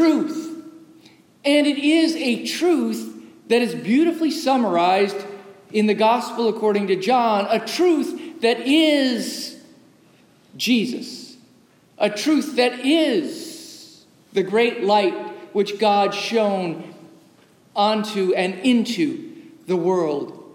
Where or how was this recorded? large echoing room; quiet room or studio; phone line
large echoing room